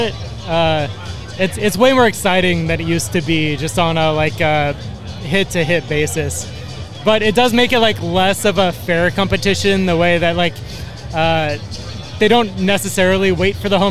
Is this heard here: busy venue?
yes